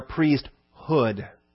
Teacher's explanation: And I emphasize the syllable hood deliberately.